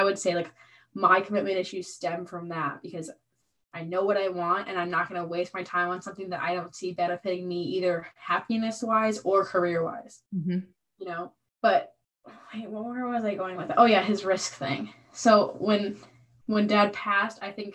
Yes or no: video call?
yes